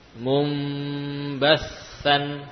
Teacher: Yaitu ketika nun bertemu dengan ba, ya, nun bertemu dengan ba, maka nun berubah, diganti menjadi mim, sukun. Tapi bukan hanya menggantinya dengan mim, namun diganti dengan mim dan dipanjangkan gunnahnya. · Term: iqlab